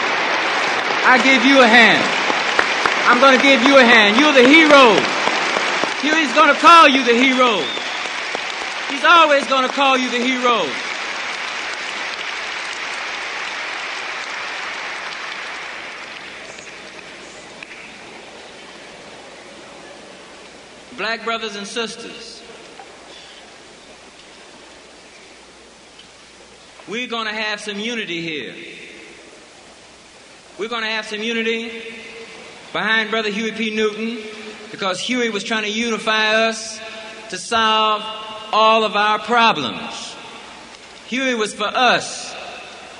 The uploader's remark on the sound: At Free Huey Rally